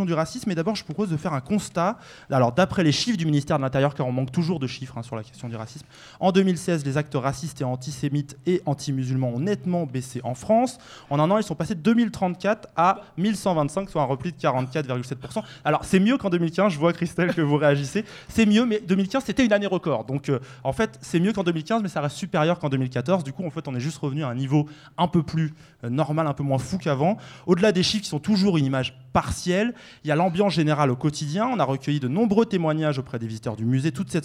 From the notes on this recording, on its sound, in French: Cette émission est enregistrée à la médiathèque Abdelmalek Sayad durant le Grand Festival, une semaine d’éducation et d’actions contre le racisme et l’antisémitisme au Musée National de l’Histoire de l’Immigration.